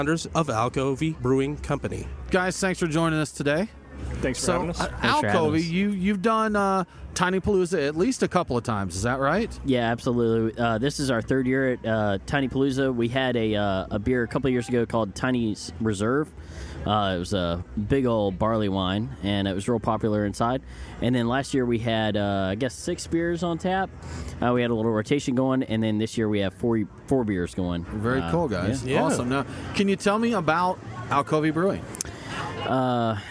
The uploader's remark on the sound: Live from Tinypalooza 4.5! As we struggled through some technical difficulties.